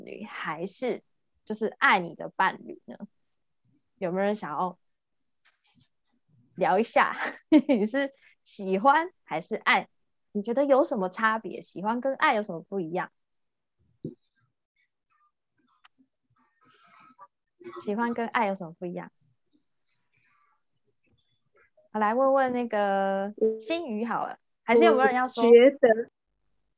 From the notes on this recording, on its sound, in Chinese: 聊聊好心芹ZOOM線上公益講座。